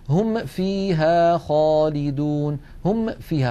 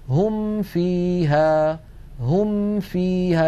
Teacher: بنهاية الميم الفم مهيئ على مخرج الفاء · Shown in: second take · هم فيها هم فيها بسهولة ومن غير تكلف.